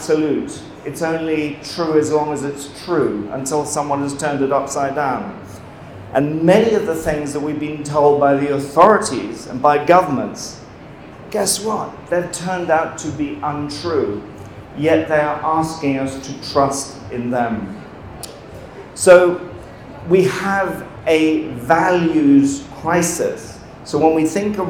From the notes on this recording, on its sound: talk from last weekend's #CrowdResilience On Tour event held live in Austin, TX, USA